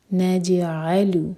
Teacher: جیم ساکن پر قلقلہ اور سکون کے بعد عین آ رہا ہے عین پر زور